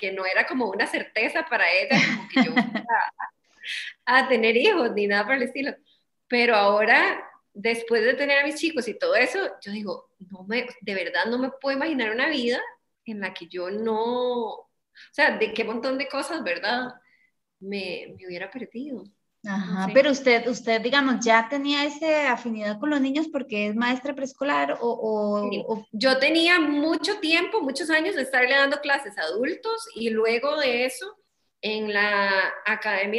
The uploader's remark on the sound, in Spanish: nos pusimos a conversar vía Zoom